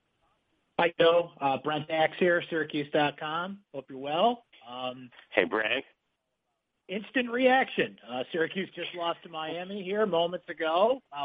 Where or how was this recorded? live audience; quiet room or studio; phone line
phone line